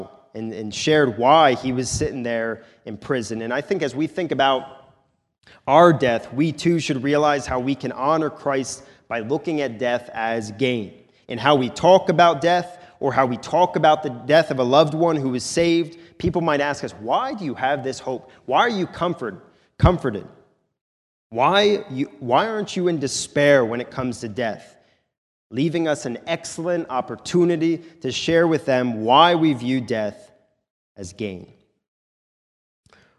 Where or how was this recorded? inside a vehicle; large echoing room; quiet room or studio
large echoing room